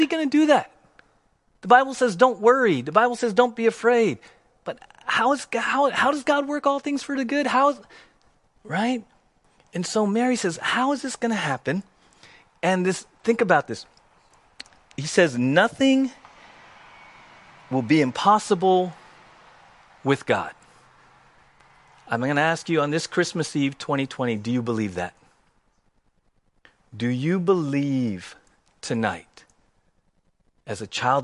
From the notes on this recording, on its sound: Christmas Eve Service 2020 - Audio.